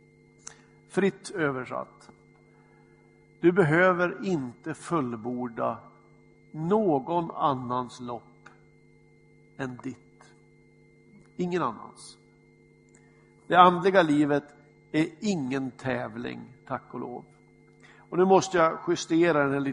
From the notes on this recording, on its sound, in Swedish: Inspelad i Smyrnakyrkan, Göteborg.